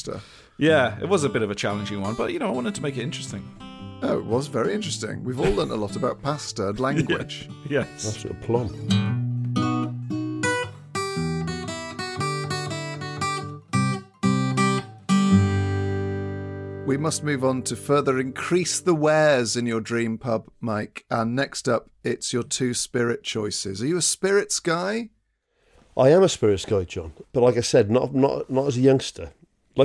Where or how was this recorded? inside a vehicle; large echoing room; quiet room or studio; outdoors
quiet room or studio